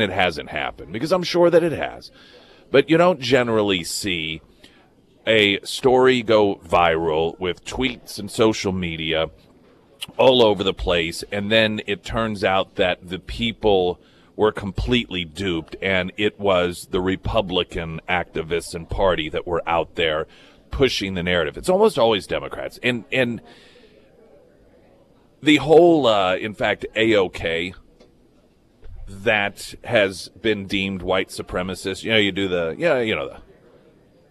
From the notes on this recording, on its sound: live at Scramblers Diner